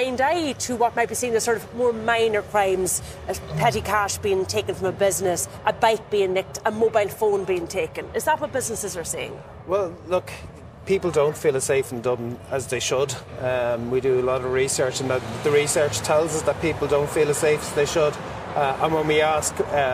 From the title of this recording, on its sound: live at Dublin City Hall